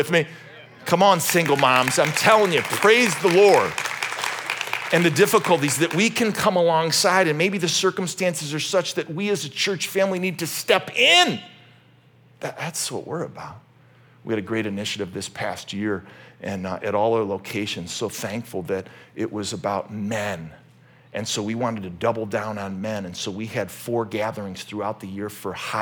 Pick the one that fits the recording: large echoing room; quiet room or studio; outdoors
large echoing room